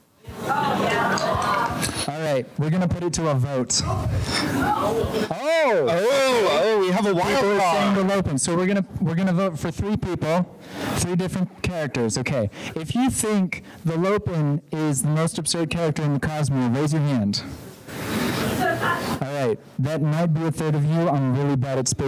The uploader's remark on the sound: We're Live from Dragonsteel 2023. Please forgive the audio quality if possible.